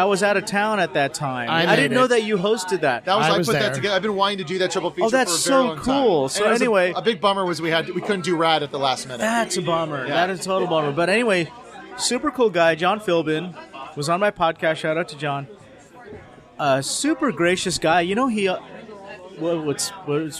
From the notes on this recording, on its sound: Join us for a couple rounds of cocktails as we record this episode live from the legendary Tiki-Ti on Sunset Boulevard!